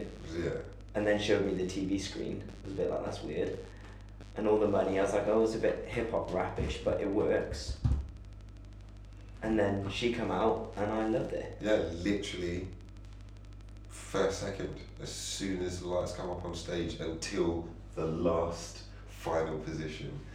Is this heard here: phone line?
no